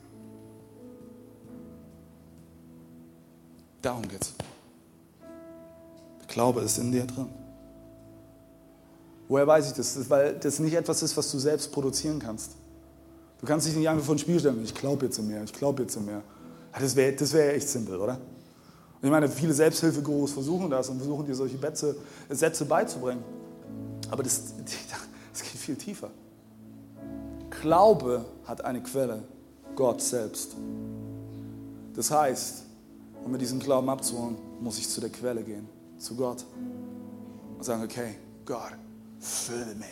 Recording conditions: large echoing room